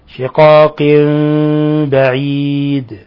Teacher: الذين اختلفوا في الكتاب لفي شقاق بعيد، هنا الحكم التجويدي إقلاب، تنوين كسر جاء بعد حرف الباء، فقلبنا النون ميما مخفى عند الباء